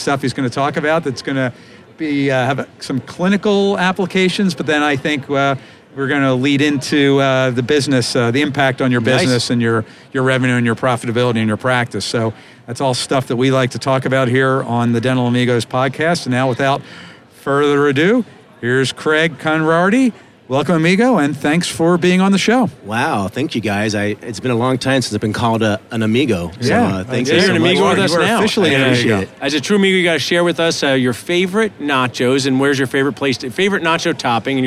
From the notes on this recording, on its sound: Live from the Benco booth at the GNYDM 2019.